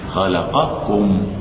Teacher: قاف وكاف متقاربين من أقصى اللسان أعلى